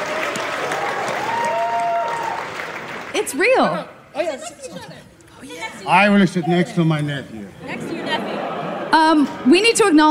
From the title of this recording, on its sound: Live From New York Comic Con 2022!